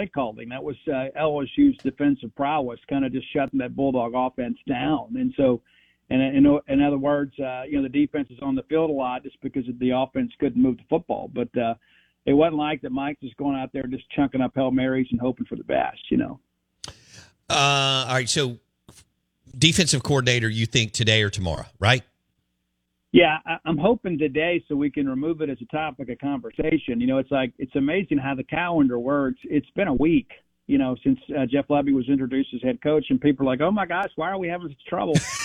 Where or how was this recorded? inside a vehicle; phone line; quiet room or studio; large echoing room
phone line